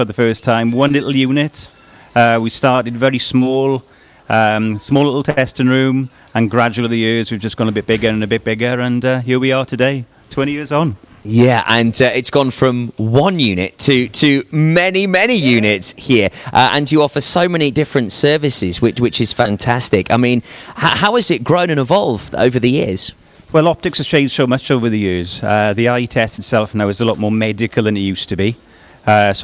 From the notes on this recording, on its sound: Live at Maggs Optics, Haverfordwest, 20th Year in Business Celebrations